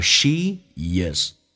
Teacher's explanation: she 跟 is 可以加个也，叫 sheis